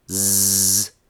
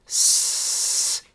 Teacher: With your hand still on your throat, say instead s. When you said z, you could feel vibrations in your hand · Shown in: first take · Term: voiced sounds